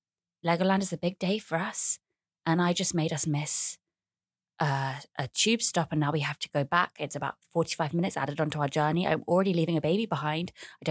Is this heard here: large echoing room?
no